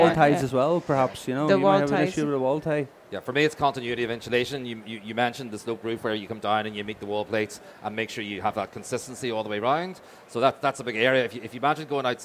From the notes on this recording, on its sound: We caught up with them at Selfbuild Live Belfast 2023